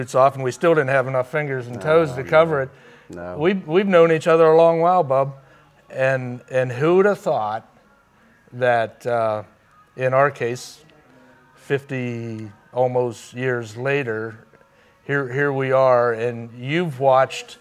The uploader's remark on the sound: recorded onsite at The Canfield Fairgrounds!